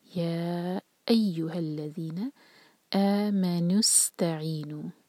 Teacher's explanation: یا کو چار حرکہ کھینچ کے پھر ا پر زور دیں گے، یہاں سے ورڈ شروع ہو رہا ہے.